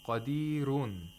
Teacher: The ra is pronounced with tarqiq, not with tafkhim. And this is because it's preceded by a ya'ul mad. So in Warsh an Nafi', you have to look at the previous letter or consonant or a long vowel.